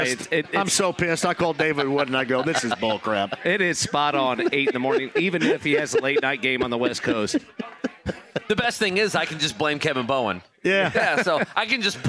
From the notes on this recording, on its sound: He also takes a phone call before the segment ends! Live at Manley’s Irish Mutt!